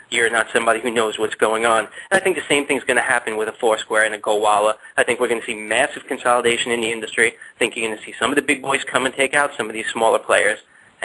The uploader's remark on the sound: Live Call with Speakers for the SFIMA Summit. Call in line.